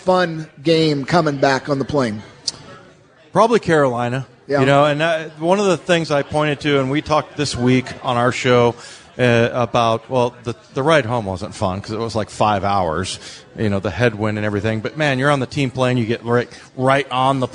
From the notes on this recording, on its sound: Live at Pearl Seafood and Oyster bar.